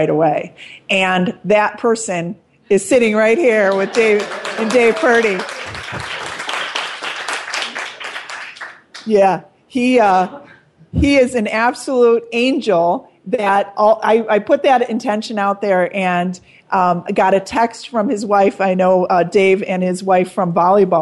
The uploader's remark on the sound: With a live audience.